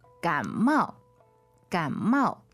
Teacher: Third tone and fourth tone.